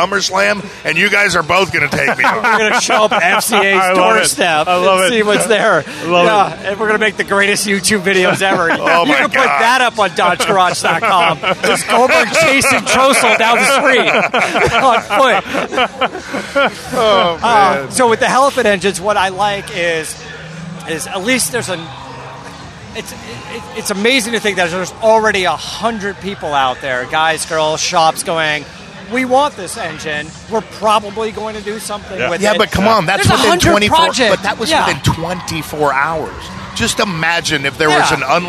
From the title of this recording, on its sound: Live from Roadkill Nights Powered by Dodge Event